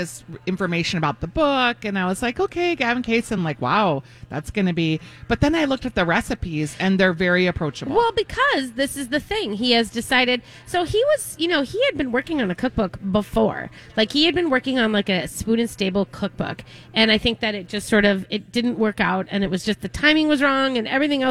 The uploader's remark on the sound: live at G-Will Liquors in Andover!